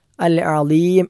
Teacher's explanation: അൽ അദീം എന്നത് ഐൻ എന്ന അക്ഷരം തൊണ്ടയുടെ മധ്യഭാഗത്ത് നിന്നും പുറപ്പെടേണ്ട അക്ഷരമാണ്. തെറ്റിക്കാൻ പാടില്ല, ആ എന്ന് ഹംസയായിട്ട് ഉച്ചരിച്ചാൽ തെറ്റാകും.